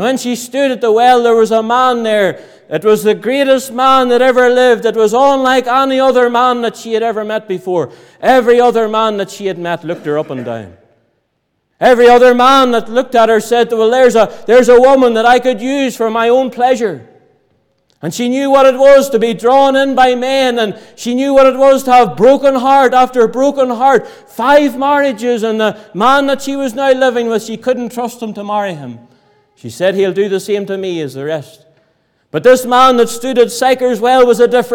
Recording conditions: large echoing room